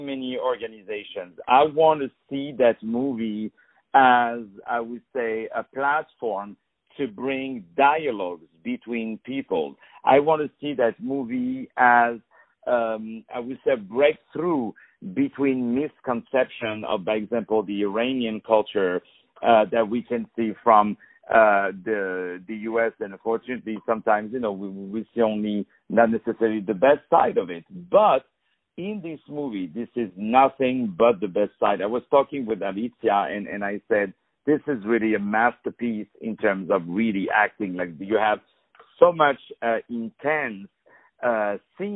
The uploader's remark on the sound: On the phone